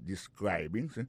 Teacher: il a prononcé mot de describing accent tombe sur deuxième syllabe · Term: accent tonique